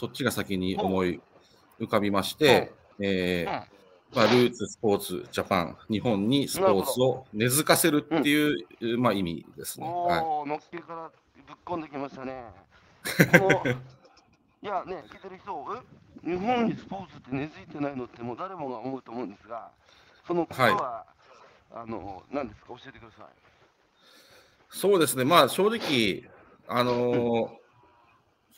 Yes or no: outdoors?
yes